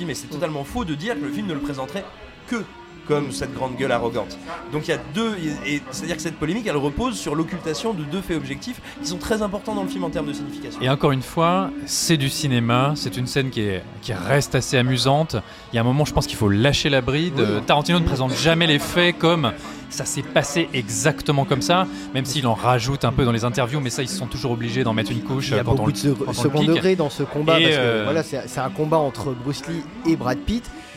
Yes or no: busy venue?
yes